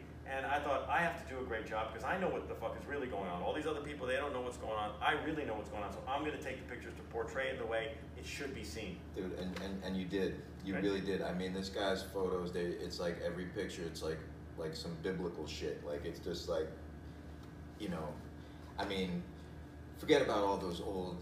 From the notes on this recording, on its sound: filmed entirely on an iPhoneX, and produced on a MacBookAir